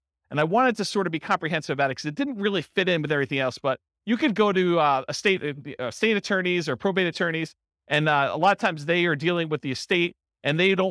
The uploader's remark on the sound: This was a live class recorded. Real estate investors and real estate entrepreneurs in Austin, Texas.